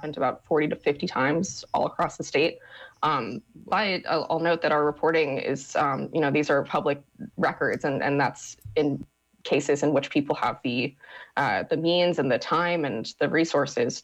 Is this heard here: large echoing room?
no